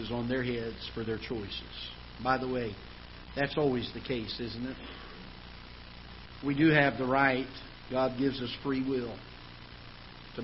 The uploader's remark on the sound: Ketha Heights Baptist Church ~ Live Broadcast